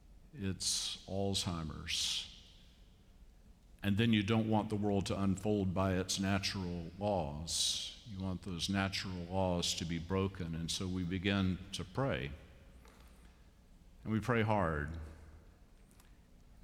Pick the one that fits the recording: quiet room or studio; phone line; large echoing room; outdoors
large echoing room